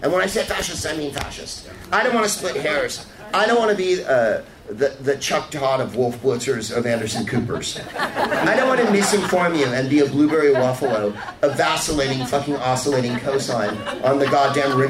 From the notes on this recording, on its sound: Live from the Punchline in San Francisco